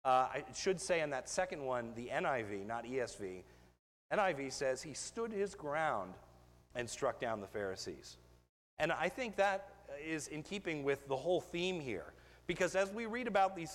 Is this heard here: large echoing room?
yes